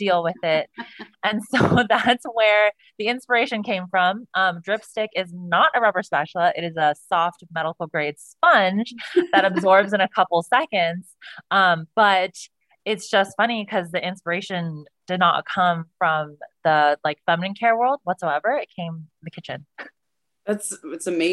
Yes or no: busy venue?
no